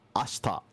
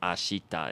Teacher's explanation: It's like, instead of ashita, it's ashta. Like, there's this thing in Japanese called high-vowel devoicing, and that's the whole reason why we don't really say the E sound there. · Shown in: first take